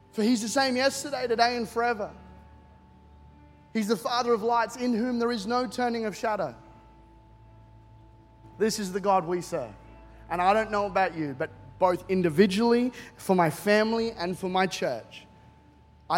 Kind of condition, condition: setting, large echoing room